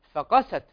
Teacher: عندنا حرف الفاء حرف هنا مرقق يتلوه القاف، ومن حروف التفخيم ويفخم باتفاق، فمرقق فمفخم فقست.